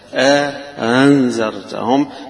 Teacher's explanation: يبقى همزة بعدها مدة بعدها همزة مسهلة · Term: تسهيل مع إدخال